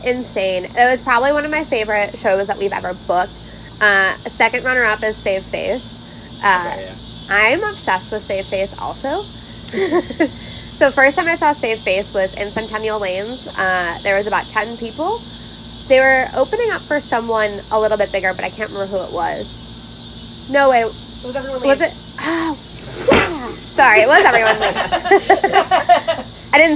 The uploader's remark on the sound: The cicadas were wild outside while recording which made editing a bitch.